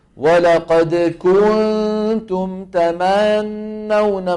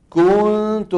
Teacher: ولقد كنتم تمنون مثلا، كنتم شو صار الضمة؟ أخذت زمن أكثر من زمنها قد يوصلها إلى أن تكون واوا. تمنون الفتحة تبع تما الميم زادت حتى كادت أن تكون ألفا. · Term: التمطيط